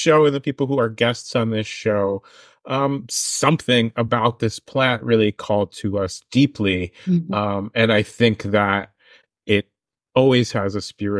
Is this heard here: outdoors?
no